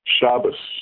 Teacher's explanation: The Ashkenazis have always pronounced the Tav with an S sound.